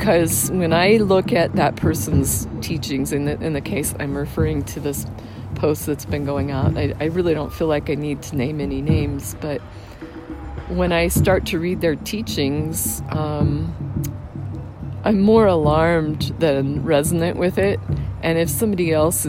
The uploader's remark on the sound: From the Sacramento Headwaters of Mt Shasta. As the sound of a traditional drum circle beats in the background.